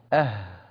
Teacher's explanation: والهمزة والهاء تخرج من أقصى الحلق · Term: الإظهار الحلقي